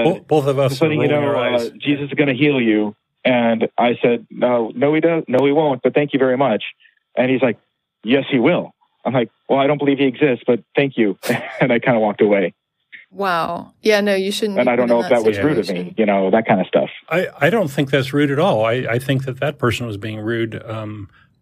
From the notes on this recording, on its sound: The Atheist Experience is a weekly Internet television show based in Austin, Texas geared toward a non-atheist audience. Every week we field live calls from atheists and believers alike.